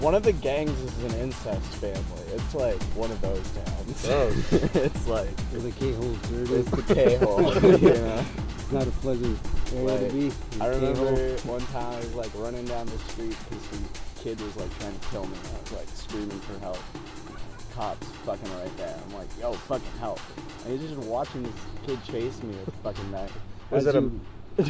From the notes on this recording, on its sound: we recorded ths episodeat the park